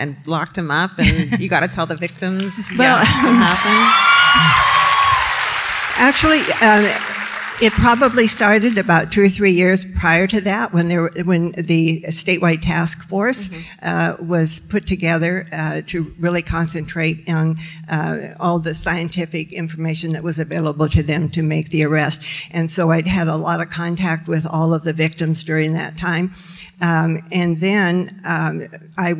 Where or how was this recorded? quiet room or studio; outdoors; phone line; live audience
live audience